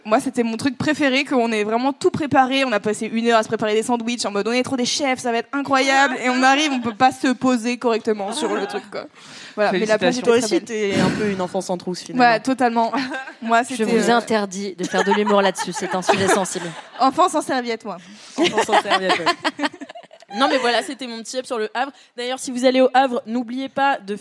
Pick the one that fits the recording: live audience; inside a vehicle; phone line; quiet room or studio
live audience